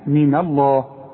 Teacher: من لفظ الجلالة المفتوح هو المفخم، اللام هي المفخمة